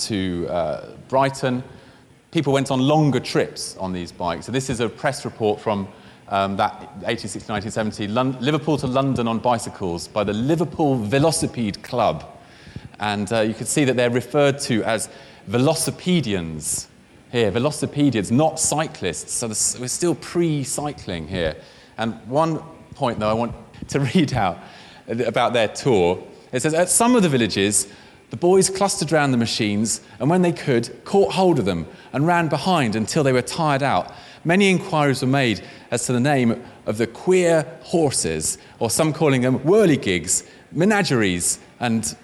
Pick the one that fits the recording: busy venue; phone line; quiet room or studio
busy venue